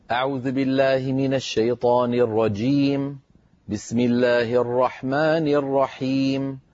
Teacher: المد العارض للسكون روي لنا مقصورا